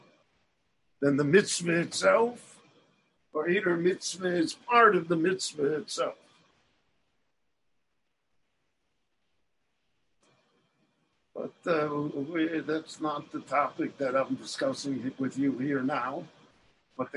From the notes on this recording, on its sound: The following lecture was delivered LIVE in Jerusalem via Zoom on January 28, 2021.